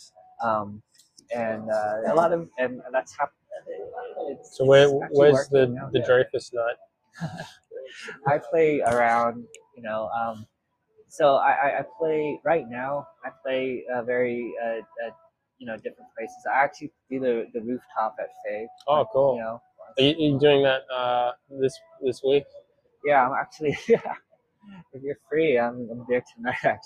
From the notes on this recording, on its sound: We recorded this in a coffee shop so I hope the audio is ok.